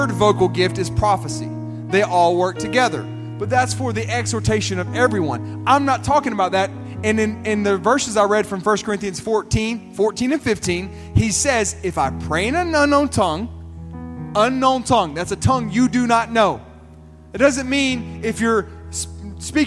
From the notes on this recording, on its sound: This sermon was recorded at Family Worship Center in Columbia, SC on Wednesday, April 19, 2023.